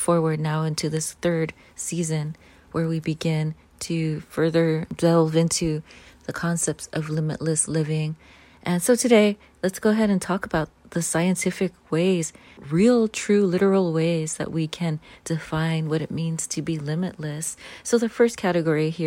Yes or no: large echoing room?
no